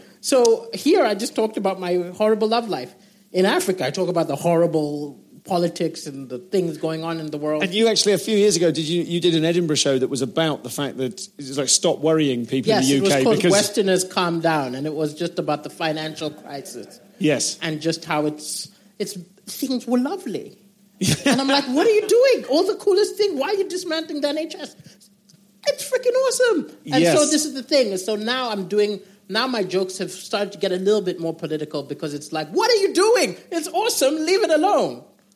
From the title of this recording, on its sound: Live at Darlington Comedy Festival